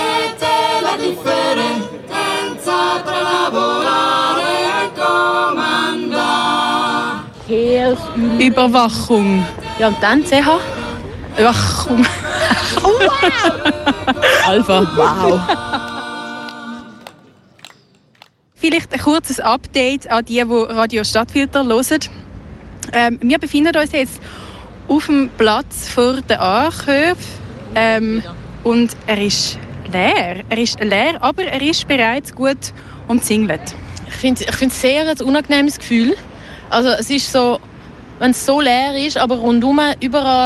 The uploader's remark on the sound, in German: auf dem Archplatz und berichteten live vom 10 Jahre StandortFUCKtor Jubiläum